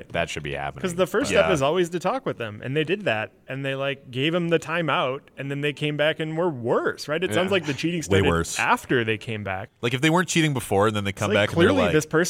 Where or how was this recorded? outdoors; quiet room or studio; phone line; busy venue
busy venue